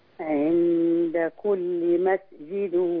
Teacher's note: امسك على السين شوية ما تحركش السين